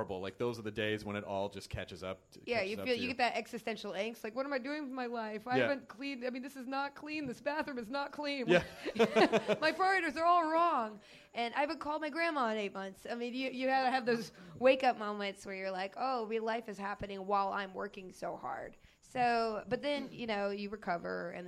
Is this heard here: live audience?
yes